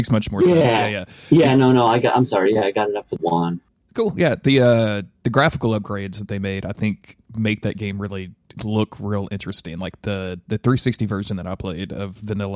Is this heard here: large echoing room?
no